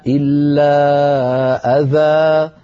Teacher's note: أذى هذا مد عوض، لأن أذن تنوين نصب حذفناه وعوضنا عنه بألف، فهذا المد عند الوقف مد عوض